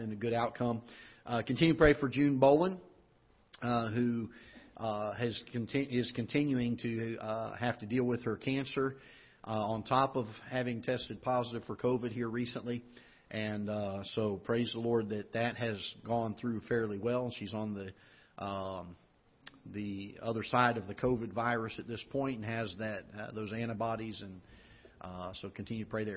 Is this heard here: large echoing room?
yes